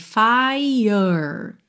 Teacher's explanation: Aí você deixa pra enrolar o R de fire bem no finalzinho. Então você pensa como se fosse F-I-E-R, fire.